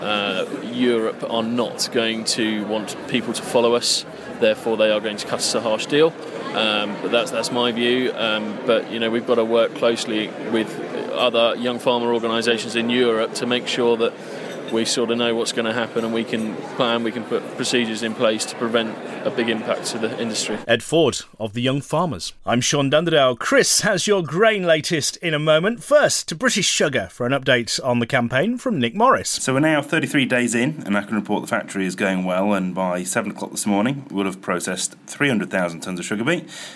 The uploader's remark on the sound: Highlights from the East of England Farming Conference